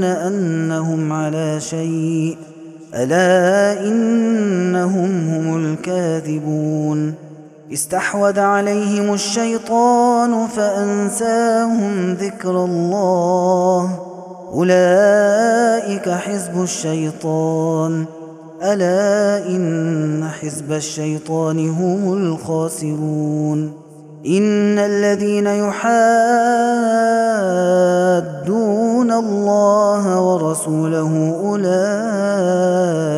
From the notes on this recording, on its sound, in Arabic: هذا التسجيل من صلاة التراويح. Taraweeh Ramadan 2021.